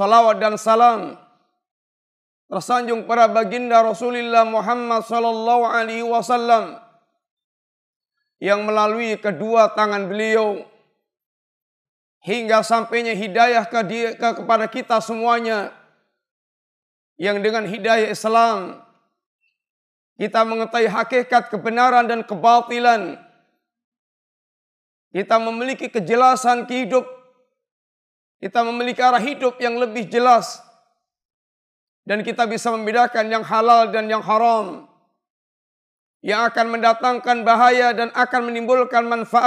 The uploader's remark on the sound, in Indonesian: Ini adalah rekaman live Khutbah Jumat.